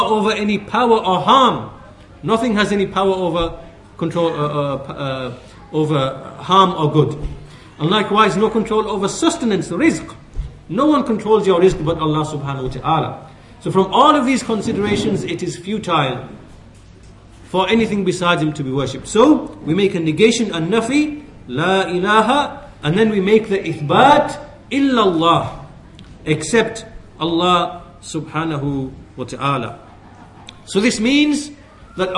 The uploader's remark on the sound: at the Leeds, The Correct Path conference